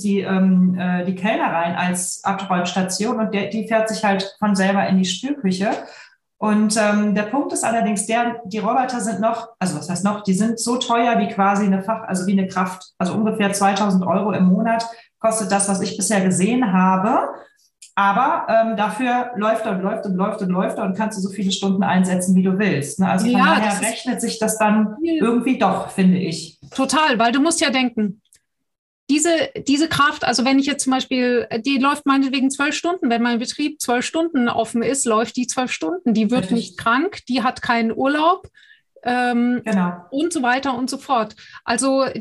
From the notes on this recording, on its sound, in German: Podcast zum interaktiven Live-Webinar